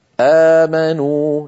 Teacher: هو كل همز ممدود، وهو حالة خاصة من الطبيعي، ويمد بمقدار حركتين نحو آمنوا. لاحظ هنا المد وين جاء؟ · Term: مد البدل